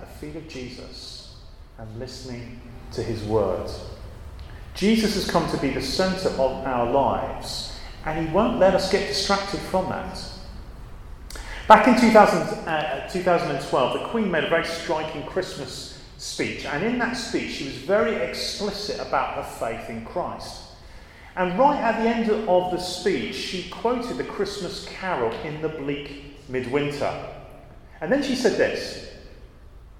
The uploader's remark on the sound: at a Christians in Parliament Chapel St Mary's Undercroft